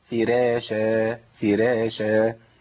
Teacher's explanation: الراء المفتوحة المسبوقة بكسر عند الامام ورش بترقق